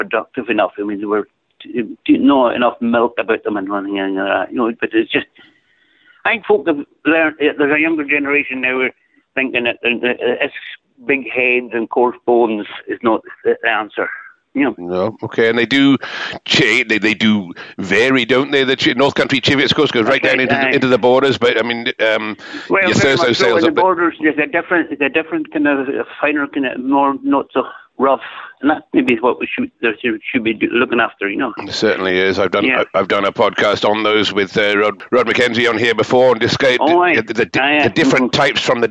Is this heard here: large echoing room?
no